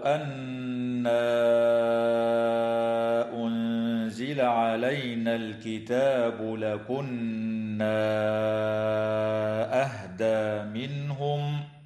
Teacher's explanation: نون مشددة تغن بمقدار حركتين في كلمة أن وفي كلمة لكنا، ومد منفصل في الألف التي قبل الهمزة في قوله تعالى: أن أنزل، وفي قوله تعالى: لكنا أهدى، يمد بمقدار 4 أو 5 حركات.